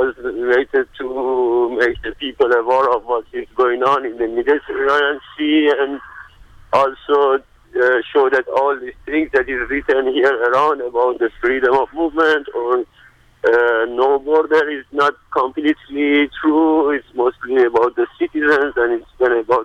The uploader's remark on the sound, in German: Einer der AktivistInnen informiert im folgenden Beitrag per Telefon über den Aktionstag und die Stimmung auf dem Protestmarsch.